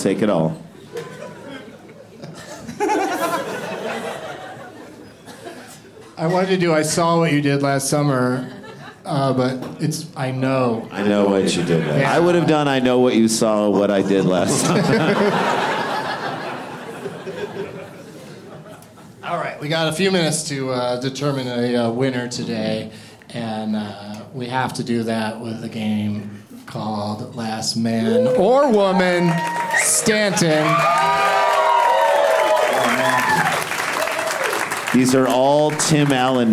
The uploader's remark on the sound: Live from Comedy Works in Denver